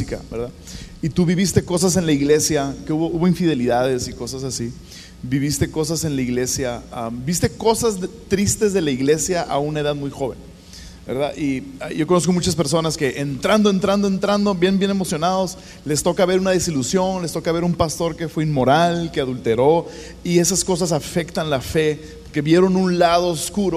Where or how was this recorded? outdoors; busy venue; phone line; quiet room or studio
busy venue